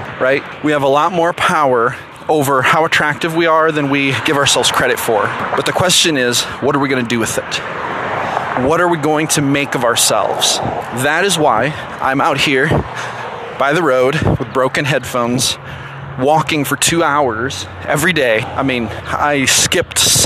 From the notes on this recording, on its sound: The audio in this post is rough because I was out walking.